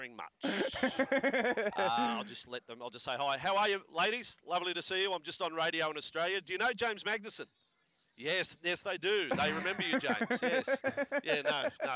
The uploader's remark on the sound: LIVE from Las Vegas. Joins the show outside of the Bellagio.